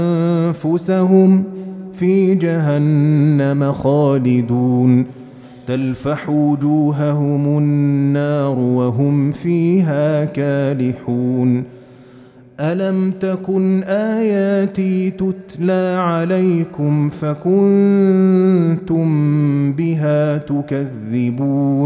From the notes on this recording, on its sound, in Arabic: مسجل من صلاة التراويح بمسجد السلام بحي مشرفة بجدة.